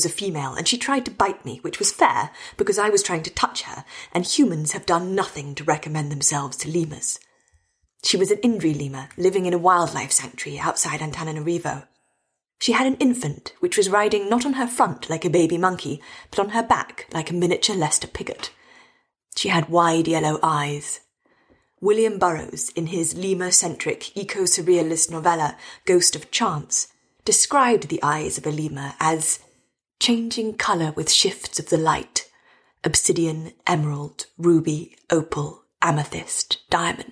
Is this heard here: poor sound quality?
no